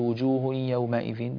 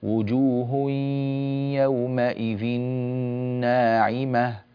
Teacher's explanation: تنوين بعده حرف الياء، إدغام بغنة · Shown in: second take